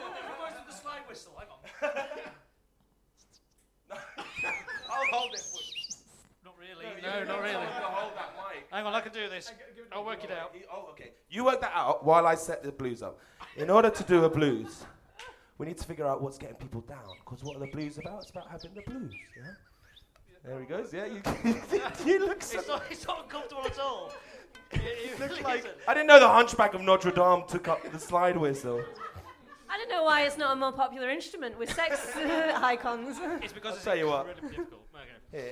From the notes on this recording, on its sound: The first ever live-on-a-stage episode of The LIL Show